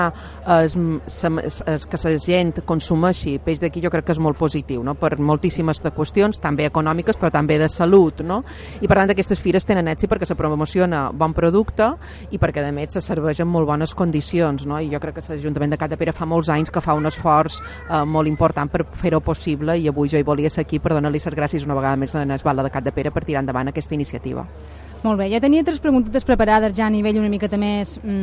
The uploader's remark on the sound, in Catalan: Especial XV Mostra de la Llampuga. Programa en directe des del moll de Cala Rajada.